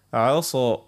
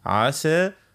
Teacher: هنا عندنا كلمة عسى وعصى، السين والصاد هما من نفس المخرج، لكن اللي يفرق بيناتهم هي الصفة. الصاد من حروف الاستعلاء من حروف الإطباق، لكن السين من حروف الاستفال.